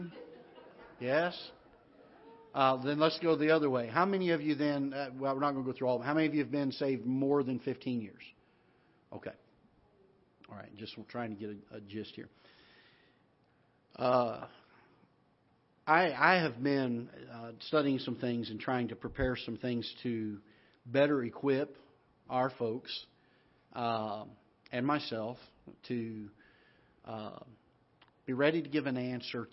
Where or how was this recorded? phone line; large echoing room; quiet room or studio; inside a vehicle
large echoing room